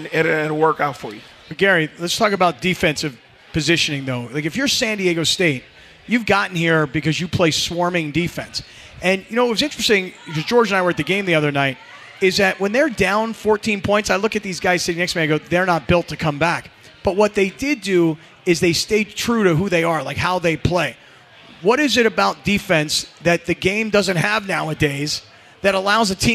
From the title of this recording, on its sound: LIVE from Yaamava Resort and Casino